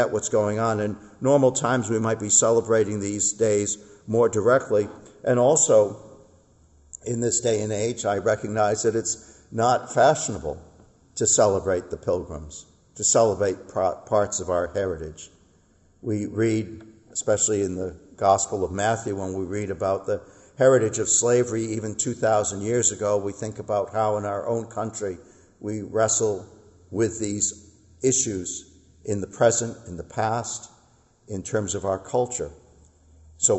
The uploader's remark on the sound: Our worship service at the Old First Church in Bennington, Vermont